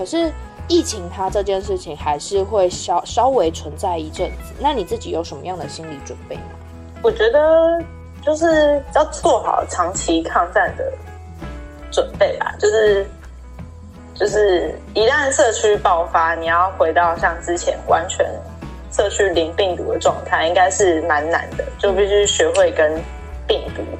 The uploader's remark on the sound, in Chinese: 雖然一個把自己關在宿舍，一個關在家。這次的連線錄音。